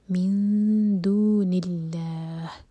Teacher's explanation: لام جلالہ لائٹ ہوگا کیونکہ اللہ تعالیٰ کے نام سے پہلے جو ورڈ ہے اس کے لاسٹ لیٹر پر کسرہ ہے